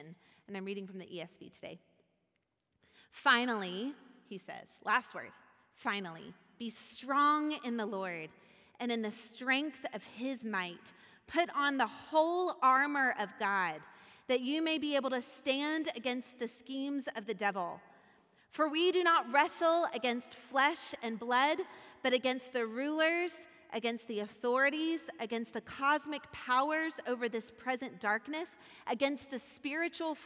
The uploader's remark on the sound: Recorded at our Sunday service on November 27th, 2022 in Port Orchard Washington.